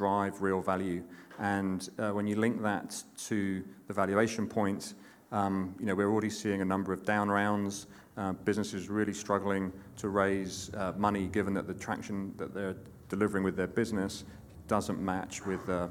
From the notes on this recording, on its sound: the recording of Part 2 of our 29th January event from The Steelyard